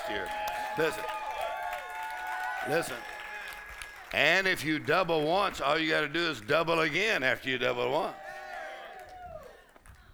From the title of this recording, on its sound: Faith and Fire Conference: Monday Night